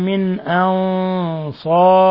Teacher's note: نون ساكنة جاء بعدها الهمزة إظهار حلقي